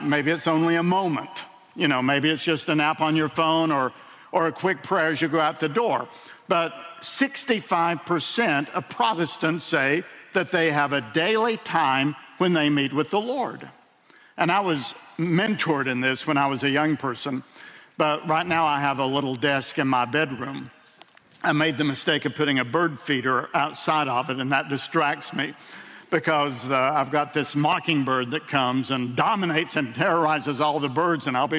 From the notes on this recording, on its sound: In a sermon delivered at World Outreach Church